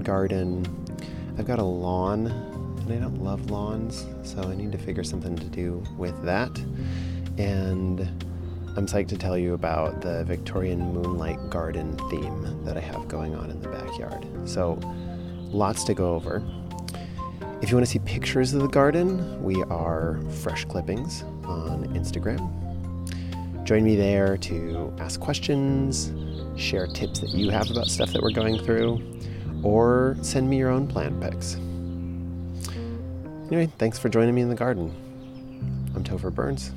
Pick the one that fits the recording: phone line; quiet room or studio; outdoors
outdoors